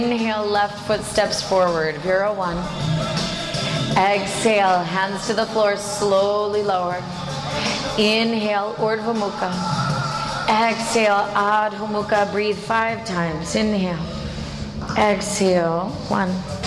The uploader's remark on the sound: This is a full length jivamukti yoga class, recorded at Jivamukti Yoga School in New York City.